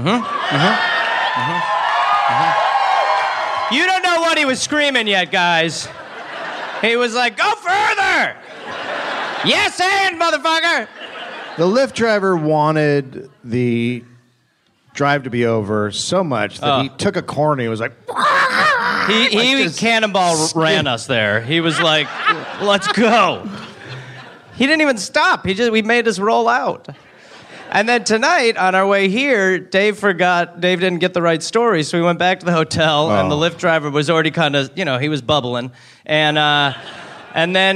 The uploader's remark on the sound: Live in NY